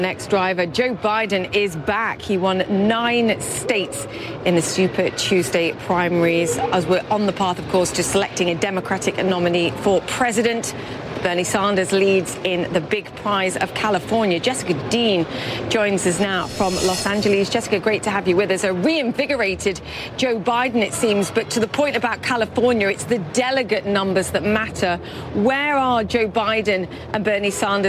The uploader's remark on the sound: live from the New York Stock Exchange